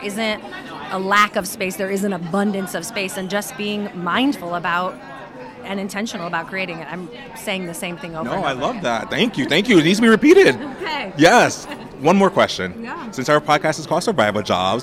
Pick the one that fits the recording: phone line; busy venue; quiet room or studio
busy venue